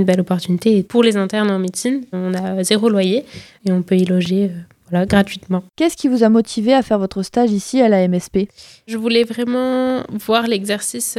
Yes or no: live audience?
no